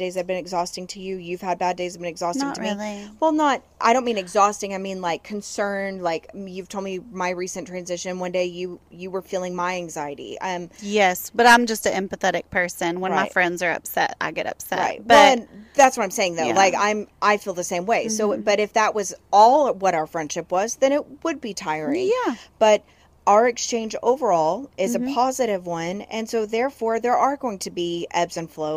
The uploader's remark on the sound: record on the patio